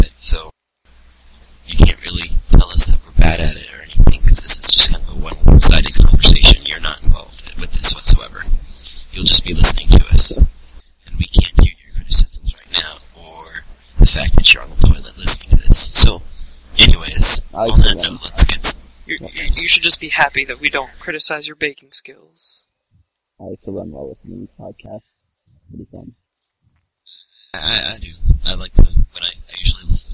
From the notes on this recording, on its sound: Mic Issues!